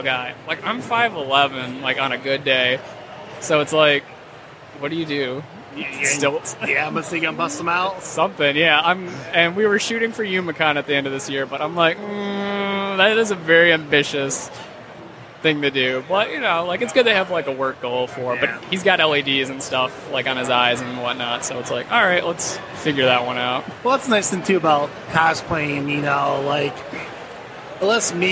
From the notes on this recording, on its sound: Live at Motor City